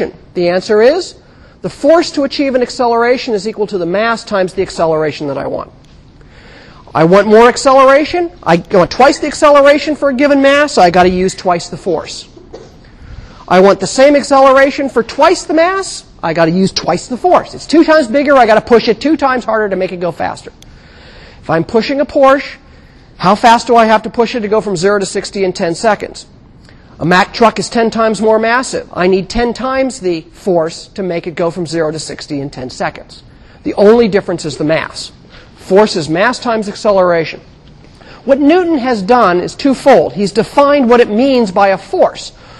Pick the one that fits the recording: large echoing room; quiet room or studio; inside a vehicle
large echoing room